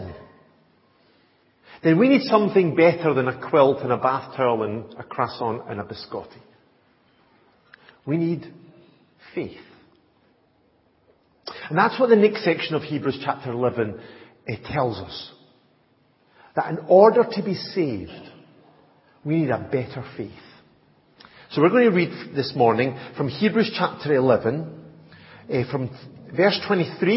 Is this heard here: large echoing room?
yes